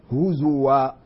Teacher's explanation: وحفص قرأها بضم الزاي دون همز الواو هزوا